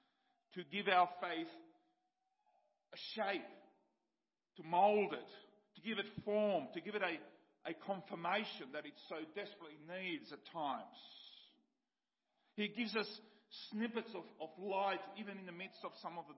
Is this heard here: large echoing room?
yes